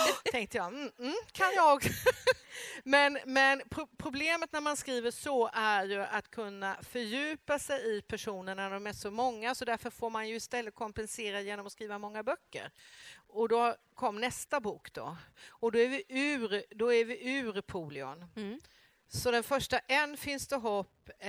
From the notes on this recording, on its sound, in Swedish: Inspelat i Almedalsbiblioteket under deckarfestivalen Crimetime Gotland 2015.